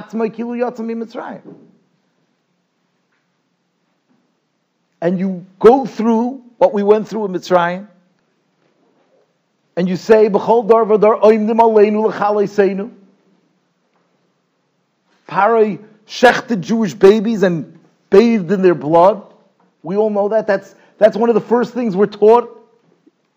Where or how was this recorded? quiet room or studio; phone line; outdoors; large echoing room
large echoing room